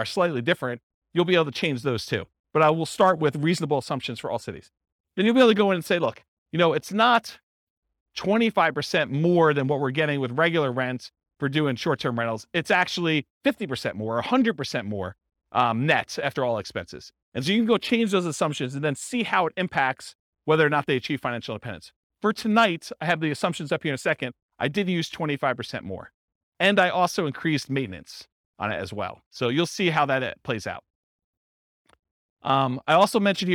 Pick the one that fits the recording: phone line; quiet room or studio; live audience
live audience